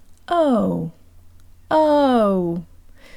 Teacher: But the stressed Russian o does the opposite. It opens either from an o to an A sound or from an U to an o sound